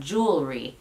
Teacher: estás alargando un poquito esa primera sílaba